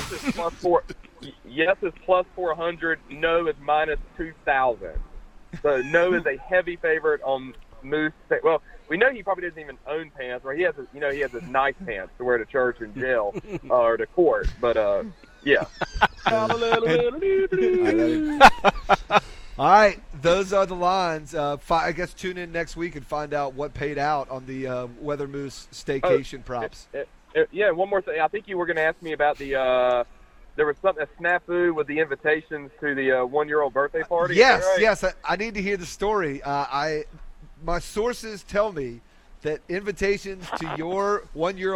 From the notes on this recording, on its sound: The guys are live from the Rex Hospital Open at Wakefield Plantation.